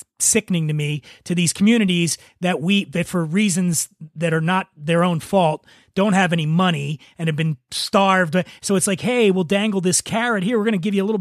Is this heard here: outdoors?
no